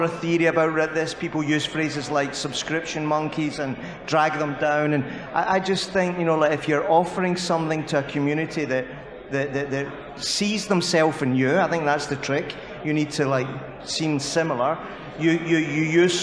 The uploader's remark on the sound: To bring the SportsPro OTT Summit to a close at the Tottenham Hotspur Stadium.